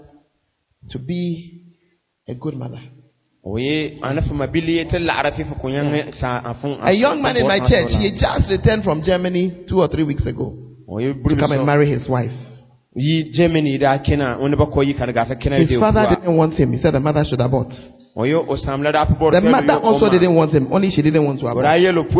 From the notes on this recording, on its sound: Convention Day 3. Preached at LCI Jesus the Truth Cathedral, Bawku.